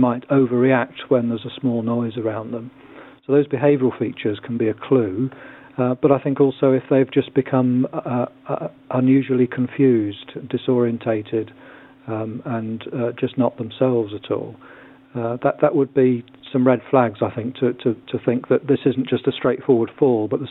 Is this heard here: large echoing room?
no